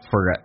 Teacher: for 不被强调有一个弱化现象，说成 f 加个儿化音叫 for， for 跟 it 有个连叫 forit